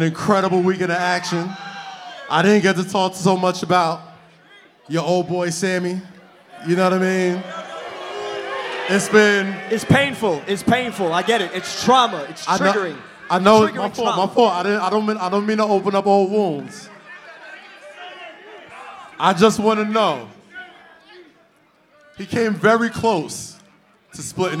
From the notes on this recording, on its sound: onstage live at WaleMania